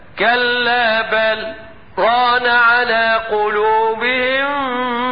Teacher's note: قال لك يستثنى من هذا الباب اللي هو اللام في الراء في رواية حفص، اذا كنت هتقرأ بتوسط المنفصل، يستثنى لام بل في راء كلمة ران من سورة ويل المطففين، فان حفصا يقرأ بالسكت والسكت ينافي الادغام، هكذا يسكت بدون تنفس